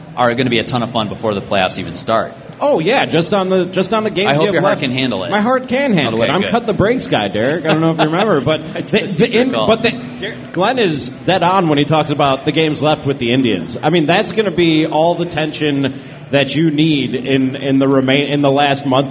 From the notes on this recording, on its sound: Live from Modist Brewing this week. Questions from the audience!